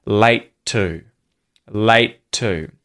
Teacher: And then late and to, because late ends with a T sound and to begins with a T sound, we fuse these together and just use one T sound to link these words